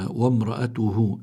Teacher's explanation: الهاء هون هاء ضمير، ما قبلها متحرك ما بعدها متحرك، فبيكون عندنا مد صلة، وهون الصلة صغرى لأنه لم يأتي بعدها همزة.